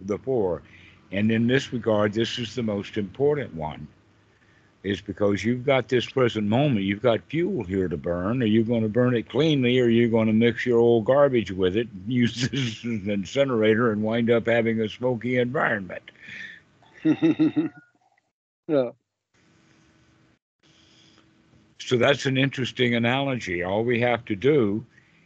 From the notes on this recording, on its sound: This call was recorded on the 11/25/2022.